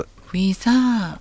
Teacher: サーの部分が下がる成長になるということにも注意ですね